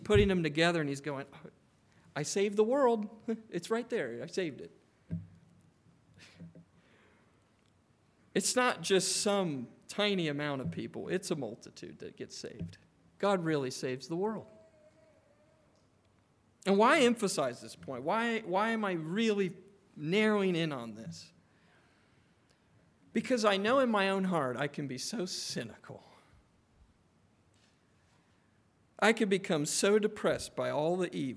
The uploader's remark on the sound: Preached on February 18, 2024 at Trinity Presbyterian Church